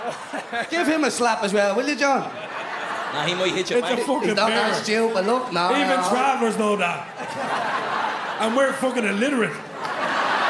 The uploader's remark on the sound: Live at Vicar St 2.0. In a sold out live show at Vicar St. Some live music performed on the night.